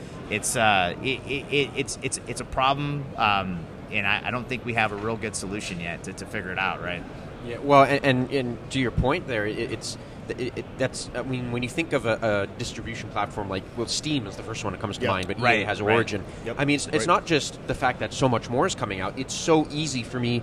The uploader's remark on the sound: LIVE AT GSX